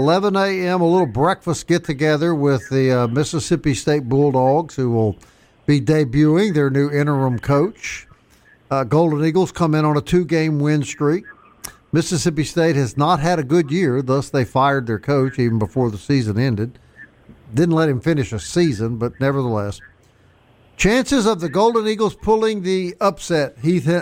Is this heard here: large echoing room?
no